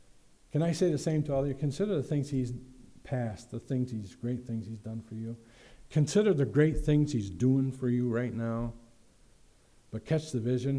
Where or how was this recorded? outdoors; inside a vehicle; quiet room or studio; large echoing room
large echoing room